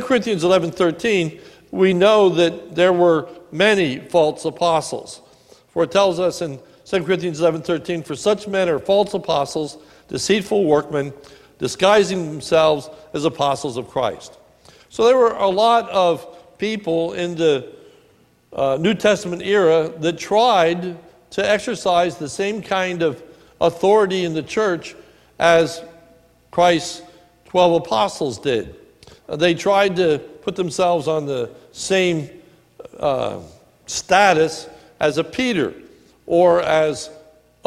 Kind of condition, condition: setting, large echoing room